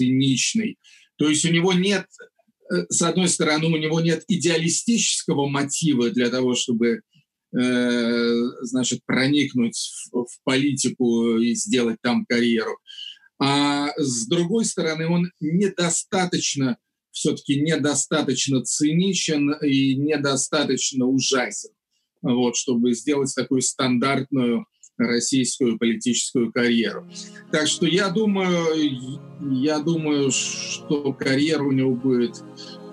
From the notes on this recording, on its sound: This episode was recorded on April 7th, 2020 via Zoom.